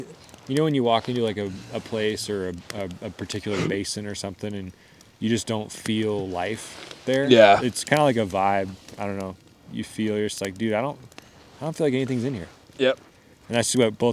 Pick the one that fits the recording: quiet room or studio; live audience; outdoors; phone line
outdoors